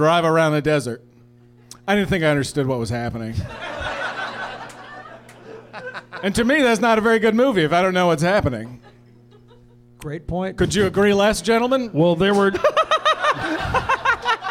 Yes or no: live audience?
yes